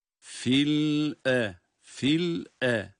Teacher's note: Fil er derken lamı bırakmadan hemzeye geçiyoruz.